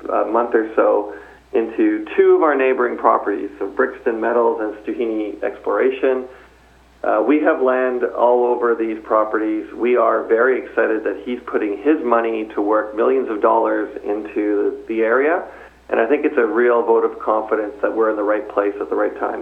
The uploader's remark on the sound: called in to SmallCapVoice